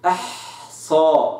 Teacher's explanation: لم أفصل صوت الحاء عن صوت الصاد، الصوت متصل، أحصى، وإنما أعطيت الحاء زمانها من الرخاوة، أحصيناه.